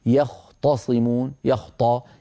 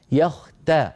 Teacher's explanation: فانتبه إلى أن لا تفخم التاء · Shown in: second take · فلا تقول يختصمون، يخطى، يختى بتاء مرققة.